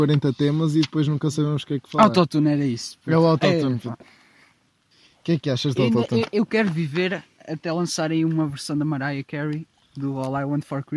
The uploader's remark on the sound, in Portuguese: gravado no meio da serra ao pôr do sol